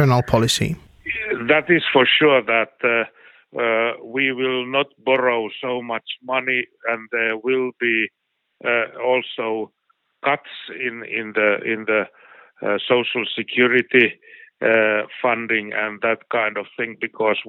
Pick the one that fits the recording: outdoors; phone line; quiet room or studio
phone line